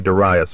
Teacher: The first impulse is to pronounce the name so as to rhyme with various, but that's not right. The accent is on the second syllable with a long I, so that it rhymes with pious and bias. That has its disadvantages, too, for once you learn to say Darius properly, you are bound to notice that it sounds something like dry as.